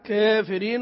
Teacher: كافرين له التقليل فيها قولا واحدا